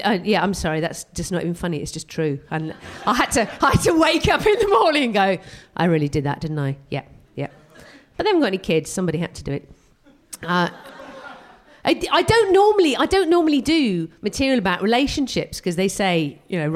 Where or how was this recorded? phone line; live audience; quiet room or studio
live audience